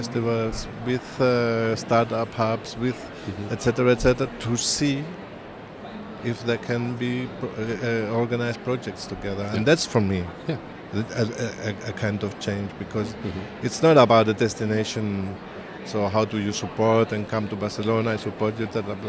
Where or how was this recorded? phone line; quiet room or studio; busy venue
busy venue